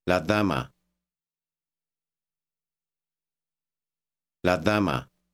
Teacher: Notice that the softness of the D is like our TH.